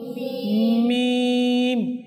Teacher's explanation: উভয় ঠোঁটে শুকনো অংশ থেকে উচ্চারিত হয়। · Term: হরফে সাফাবিয়া